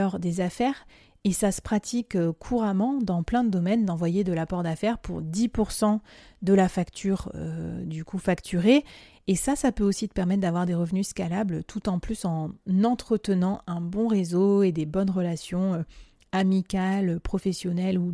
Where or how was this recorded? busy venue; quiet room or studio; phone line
quiet room or studio